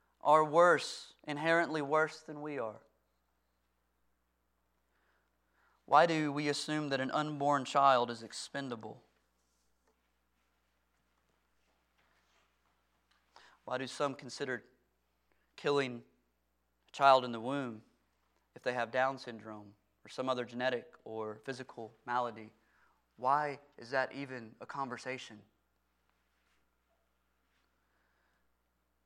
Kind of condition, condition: setting, large echoing room